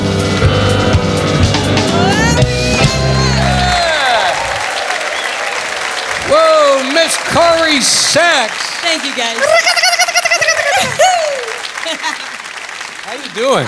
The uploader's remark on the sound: Live at the SouthPoint Casino